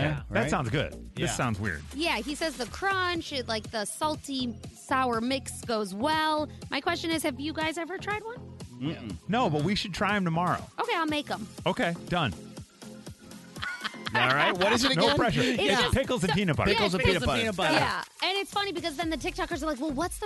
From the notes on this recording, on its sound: Even an assistant principal called in to the show.